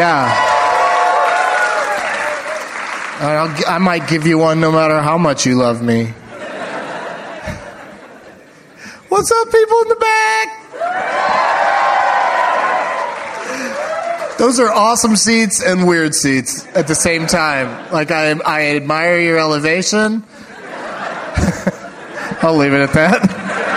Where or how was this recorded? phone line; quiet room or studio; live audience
live audience